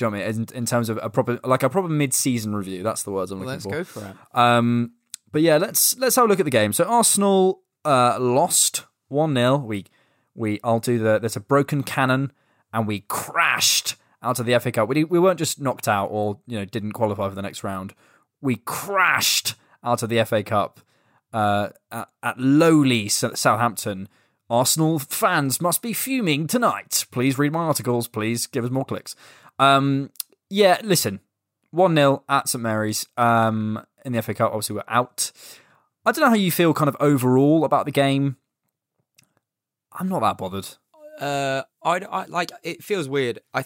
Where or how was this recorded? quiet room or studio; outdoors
quiet room or studio